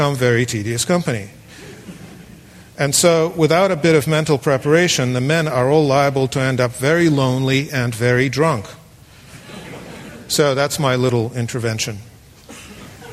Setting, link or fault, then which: setting, live audience